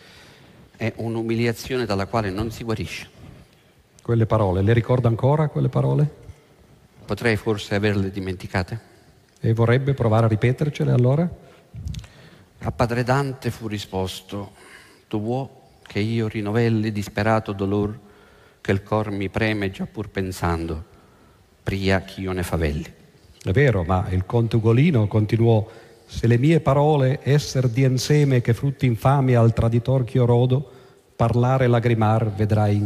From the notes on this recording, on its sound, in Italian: Registrato presso l'Auditorium di Roma il 15/03/08